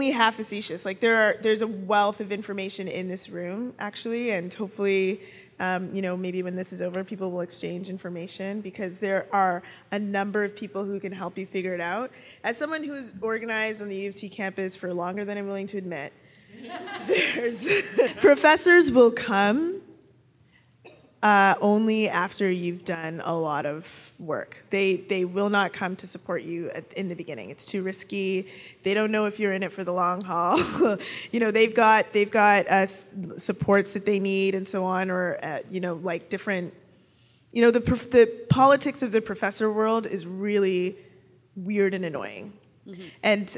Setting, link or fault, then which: setting, live audience